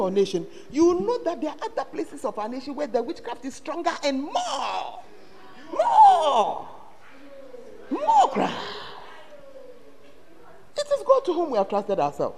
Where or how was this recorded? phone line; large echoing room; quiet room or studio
large echoing room